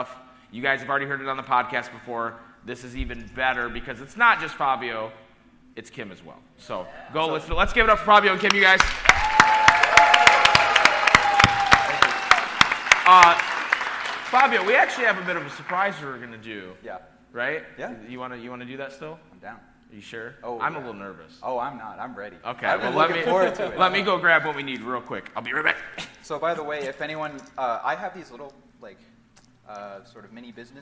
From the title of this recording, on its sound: Live from RECONNECT YEAH